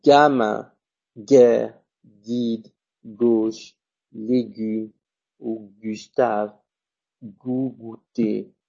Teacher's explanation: vous entendez que ça vibre ici. La corde vocale